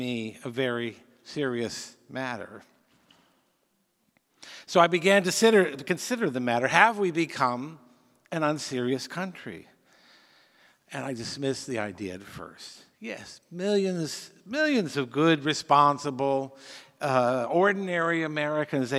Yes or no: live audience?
yes